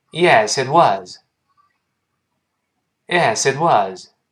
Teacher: 这个 was 要重读一下，重读一下。